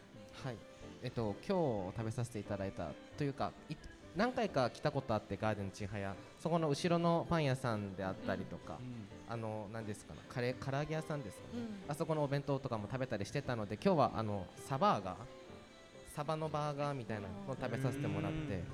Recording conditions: live audience